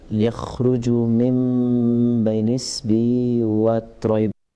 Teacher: the R here is five harakat long because it is mad wajib muttasil